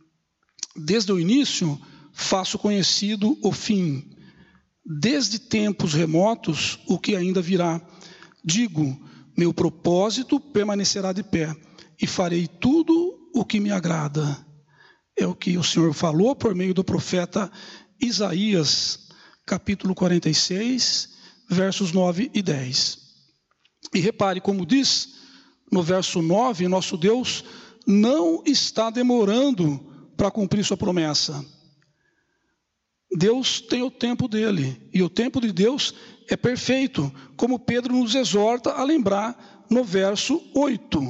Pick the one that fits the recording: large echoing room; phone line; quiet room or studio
large echoing room